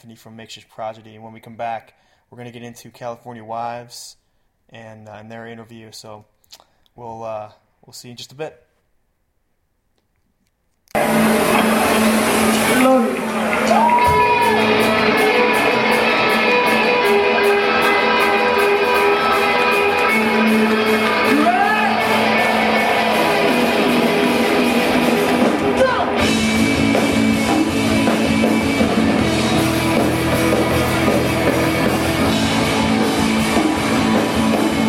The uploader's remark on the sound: live from MOBfest 2011